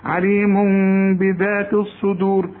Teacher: اوعى تقول لي عليم وتقفل شفايفك، عليم بذات الصدور، والدال هنا مرققة، ما تقولش الصدور دور، · فوقها ميم، يعني الميم فوقها ميم، لأن عليم تنوين بيقول لي التنوين ده اقلبه إلى ميم وبعدين اخفيه لأنه بعد التنوين باء